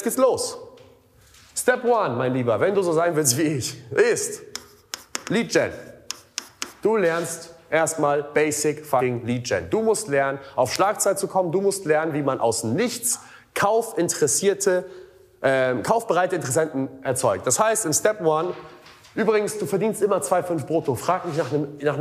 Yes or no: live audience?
yes